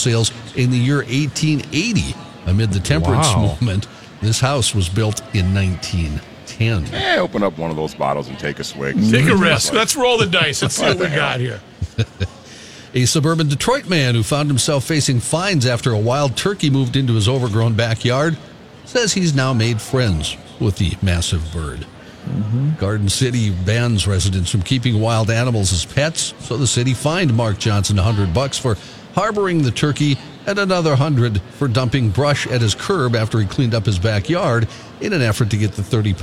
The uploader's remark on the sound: LIVE from the last 3M Championship